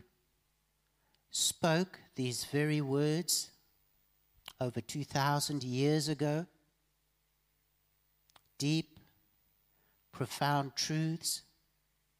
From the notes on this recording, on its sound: Evening Worship Service